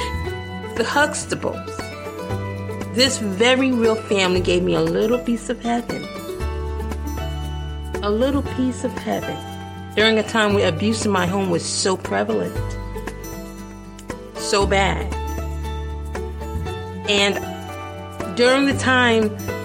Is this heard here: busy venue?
no